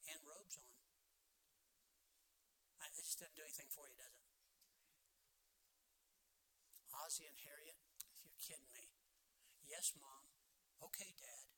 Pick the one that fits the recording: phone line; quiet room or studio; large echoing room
large echoing room